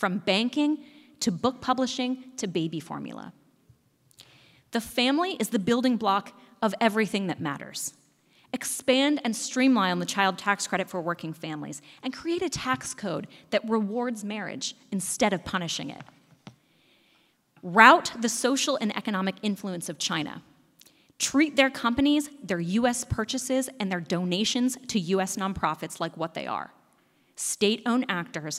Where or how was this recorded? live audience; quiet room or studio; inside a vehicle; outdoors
live audience